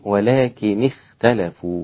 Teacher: هنا الخاء في أدنى مراتب التفخيم